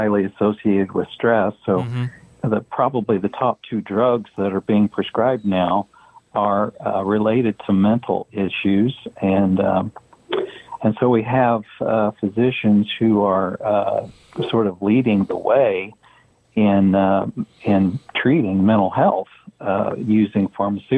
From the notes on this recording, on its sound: In the 3rd hour we have a call in guest